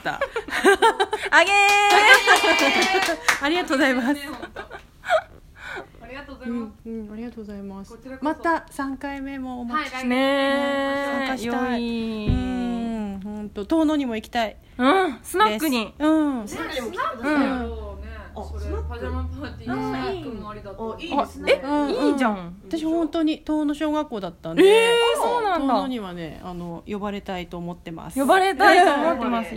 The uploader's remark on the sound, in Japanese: 公開収録。